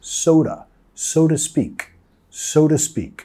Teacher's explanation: Vamos a reducir el to a un ta. Ta, sonido de schwa, so ta, pero también vamos a vincular las dos palabras con una R suave. Soda, soda, que suena igual a un refresco en inglés.